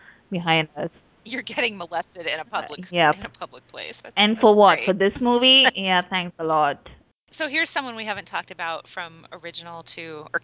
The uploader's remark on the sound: We apologize for the technical problems with this recording. Most of our discussion of the character of Roma did not record. There are also some bits that drop syllables or short strings of word and sound a little like a radio station that isn't quite coming in.